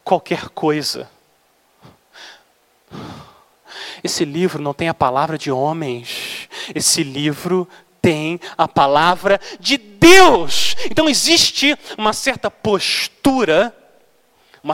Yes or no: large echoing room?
yes